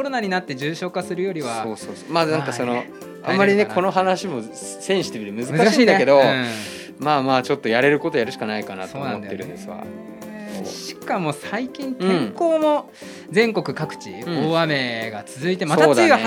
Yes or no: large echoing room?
no